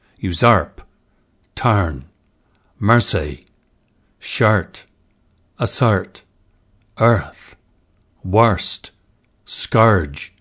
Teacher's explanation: Although we cover the heavy R coloration of this dialect in signature sound number 1, Crystal additionally asks for a slightly different vowel shape for the nurse set, slightly more open.